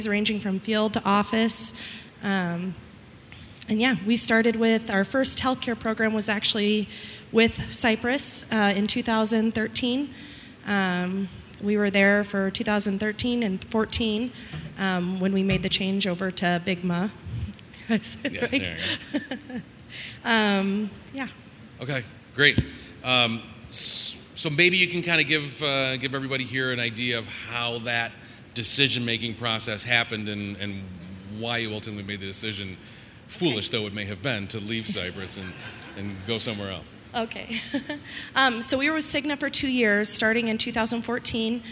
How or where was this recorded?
busy venue